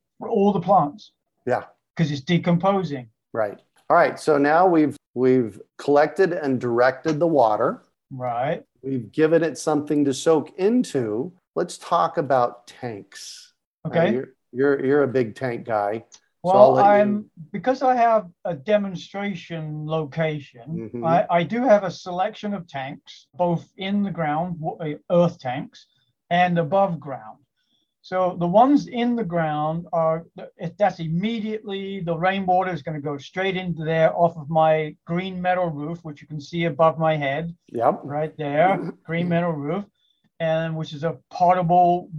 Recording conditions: video call